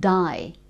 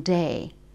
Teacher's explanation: even a word like g'day, that die rather than day, that's something you get in London as well · Shown in: first take